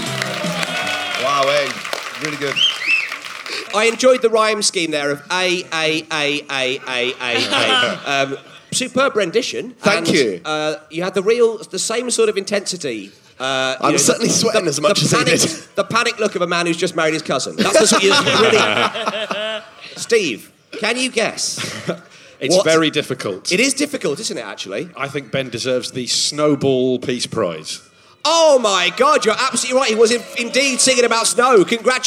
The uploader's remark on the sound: a special episode recorded at the 2017 Latitude Festival